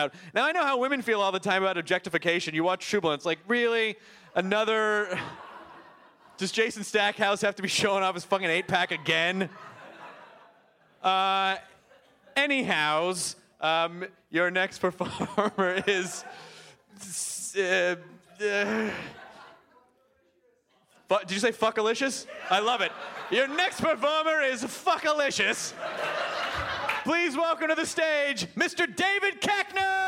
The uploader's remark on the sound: This podcast was recorded at Largo in front of many wonderful nerds on July 28th